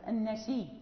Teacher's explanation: وهذه الكلمة أو اللفظة النسي، يعني تفرد الإمام ورش بقراءتها بإبدال الهمز وإضغام الياء في الياء، يعني حين يبدل الهمزة وقبلها كسر تصبح ياء وقبلها ياء ساكنة، فأضغم الياء في الياء فأصبحت النسي.